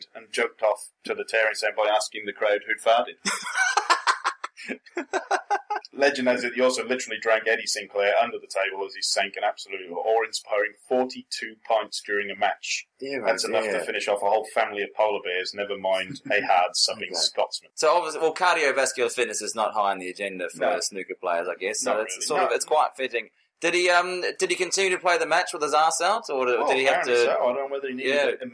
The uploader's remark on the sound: Apologies for Poor Audio on this episode - we had a major failure